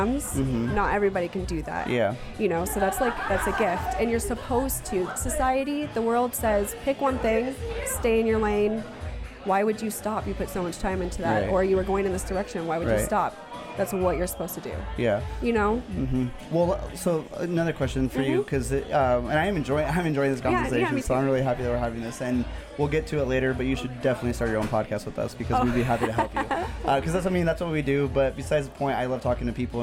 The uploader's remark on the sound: Please welcome our 2nd guest from our live event series! This podcast was recorded at the Rapunzel Salon and Spa in Boise, Idaho. The event was a 21+ Trunk or Treat where local business and indivuals came together to have a good time.